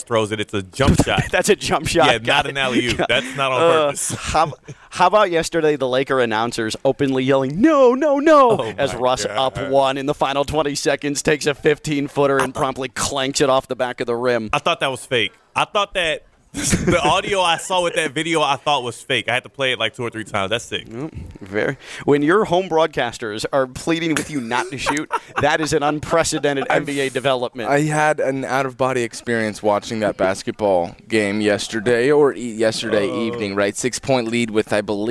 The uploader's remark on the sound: We're live from iThink Financial in Boca for another Shred Day!